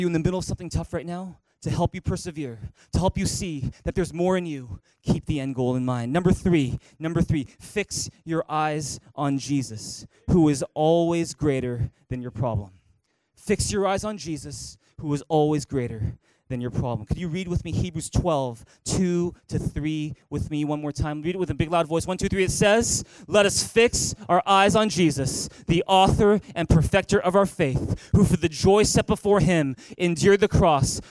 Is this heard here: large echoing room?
yes